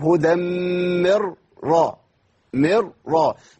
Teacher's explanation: تضغم النون أيضا في الراء، بس هنا الإضغام إيه؟ بغير غنة